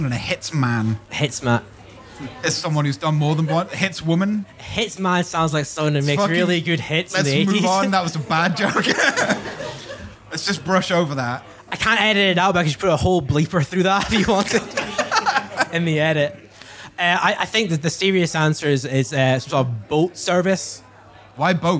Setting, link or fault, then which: setting, live audience